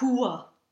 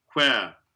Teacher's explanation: try to think of it just as an unvoiced glide and not an H before a W · Shown in: second take